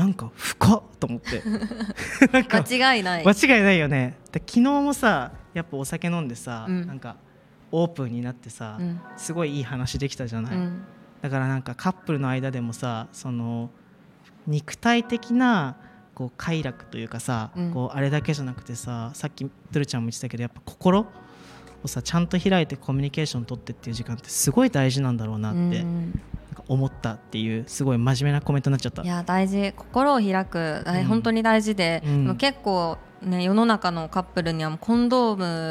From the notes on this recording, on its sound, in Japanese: SELF LOVE FES での公開収録です。ラフォーレ原宿で行われる セルフラブをキーワードにしたイベント「SELF LOVE FES（セルフラブフェス）」 にセクシャルウェルネスブランドmahoroが出展しました。